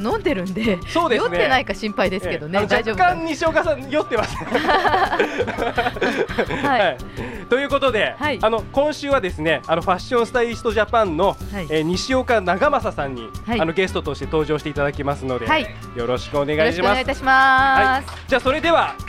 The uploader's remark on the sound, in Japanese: 公開収録PARTY。オーガニックワインバー喃喃 麻布十番ストアより公開収録！